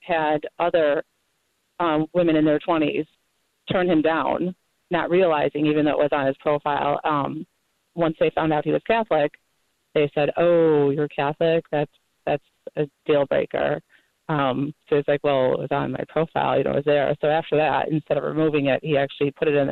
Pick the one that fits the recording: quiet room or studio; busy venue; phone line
phone line